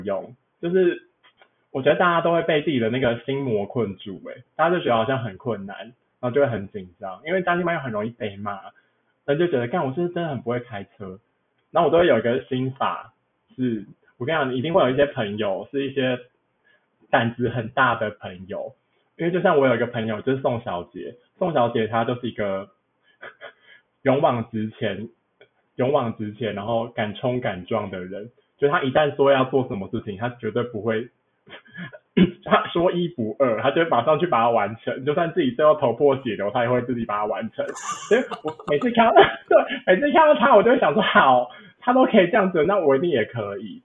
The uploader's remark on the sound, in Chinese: 這集音質不知道出了什麼技術性的問題所以有夠爛